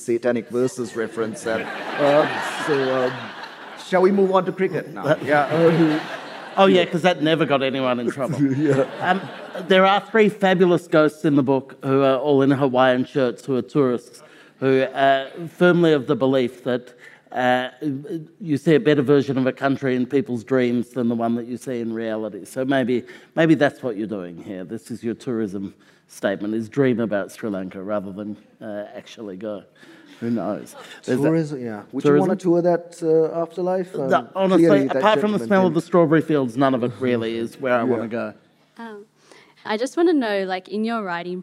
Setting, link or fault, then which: setting, live audience